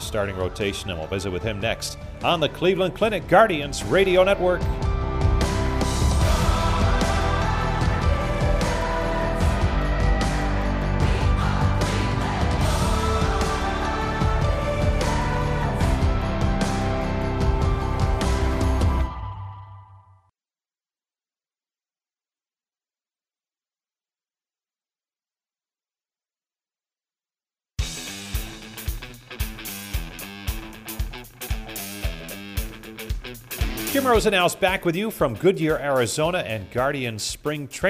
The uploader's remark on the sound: We're live from Goodyear on opening day for Cactus League play.